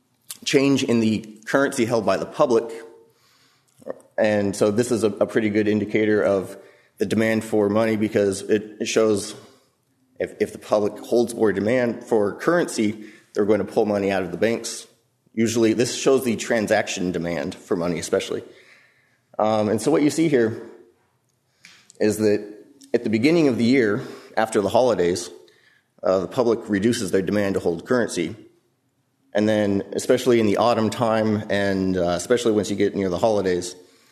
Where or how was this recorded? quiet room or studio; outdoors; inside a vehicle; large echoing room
large echoing room